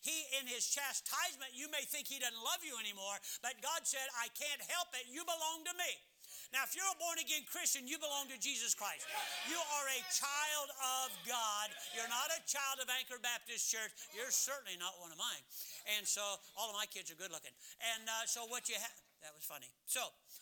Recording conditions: large echoing room